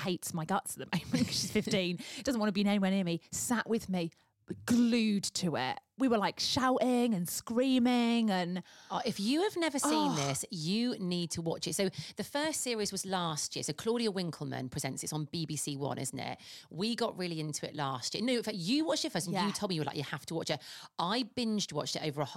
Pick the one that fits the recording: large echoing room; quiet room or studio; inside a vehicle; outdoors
quiet room or studio